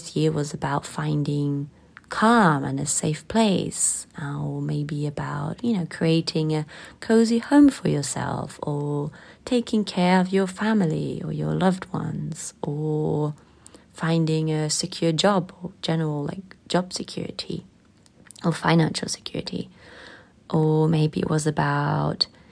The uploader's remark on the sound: The technical set up is still not the best and out of emergency I recorded this episode with my phone.